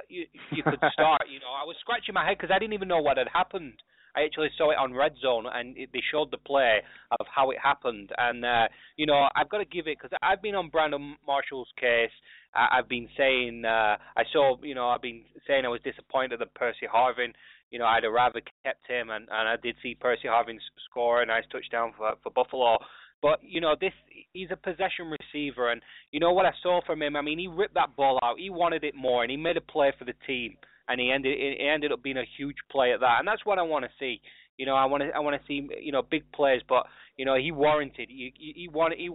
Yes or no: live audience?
no